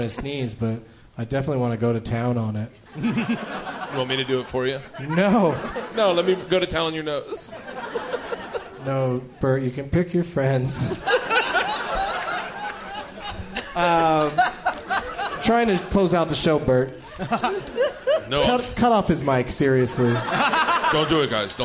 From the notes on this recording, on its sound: Live from Cobb's Comedy Club in San Francisco